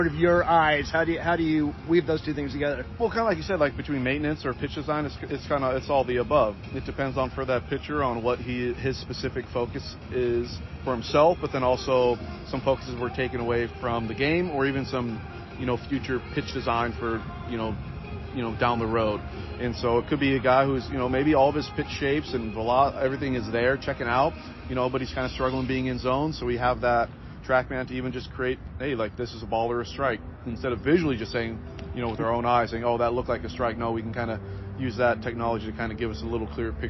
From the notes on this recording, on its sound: interviews from The Diamond in Richmond (which means a little more noise in the dugout, BP music on the loud speakers